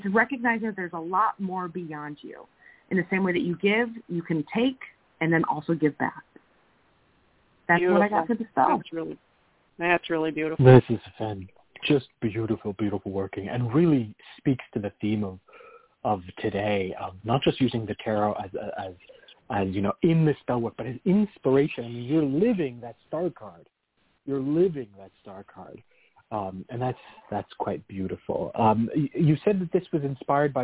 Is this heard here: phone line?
yes